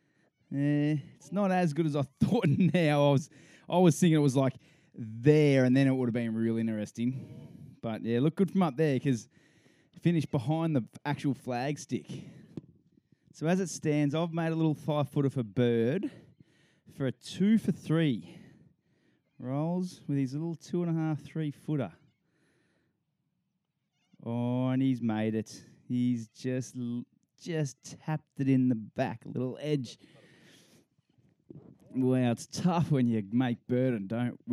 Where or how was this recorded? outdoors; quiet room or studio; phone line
outdoors